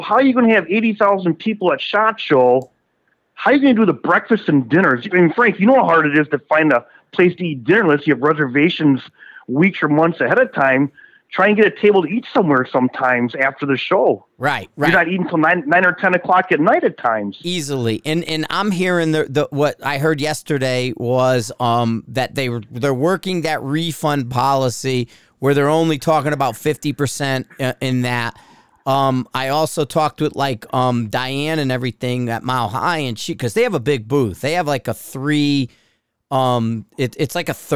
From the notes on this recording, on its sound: on the phone